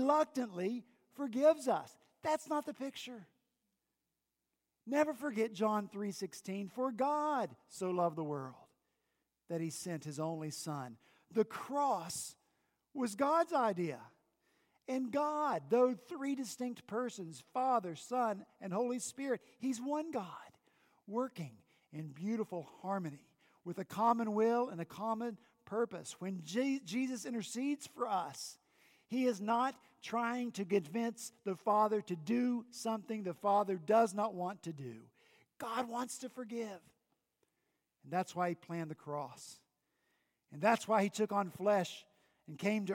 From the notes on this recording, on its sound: At Redeemer Presbyterian Church in Charleston, SC